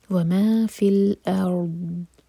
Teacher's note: ضاد پر استطالا ہوگا، تھوڑا سا ٹائم دیں گے، ارض ساؤنڈ آنا چاہیے اور قلقلہ نہیں کرنا بالکل بھی ورنہ وہ دال کا ساؤنڈ آئے گا.